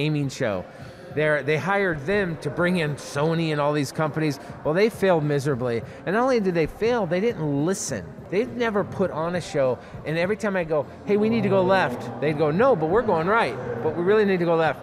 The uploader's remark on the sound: Live” at East Bay Comic Con. Come to you "live" once again from another great convention!